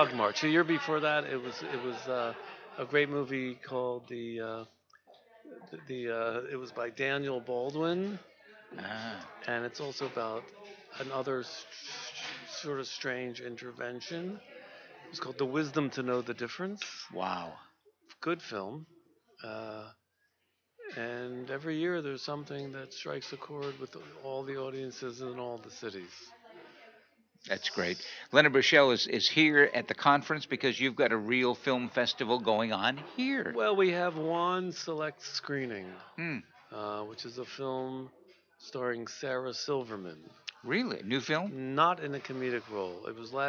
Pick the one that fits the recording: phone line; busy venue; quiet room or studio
busy venue